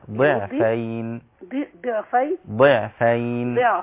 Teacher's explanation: الضاد هنا لا تتحول إلى دال من أجل أنها مكسورة، إنما تصير ضاد في أدنى مراتب التفخيم